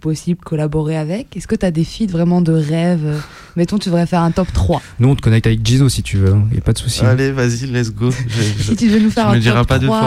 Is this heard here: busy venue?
no